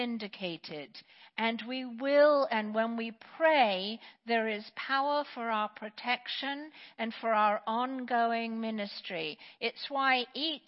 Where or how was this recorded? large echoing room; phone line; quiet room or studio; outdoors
large echoing room